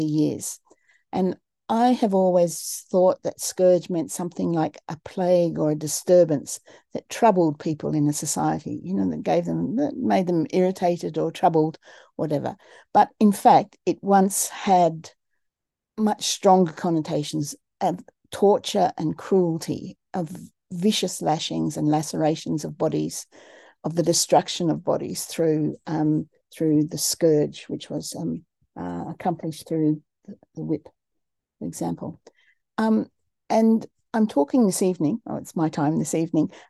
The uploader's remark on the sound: A live webinar.